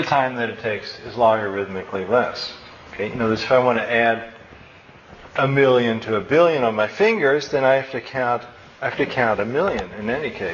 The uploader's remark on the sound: My final lecture in my Philosophy and Computers class at SJSU in Fall, 2005.